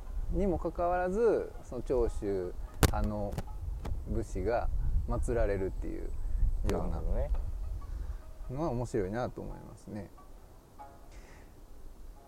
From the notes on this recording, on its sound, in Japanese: 大物公園収録の後編です！